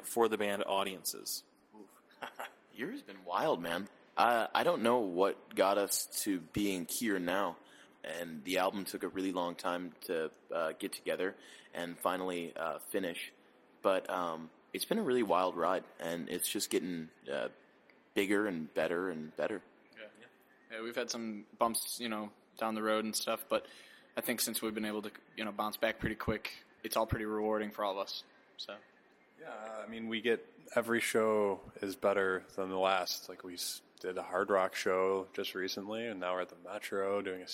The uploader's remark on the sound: Recorded backstage at Metro before the group's recent set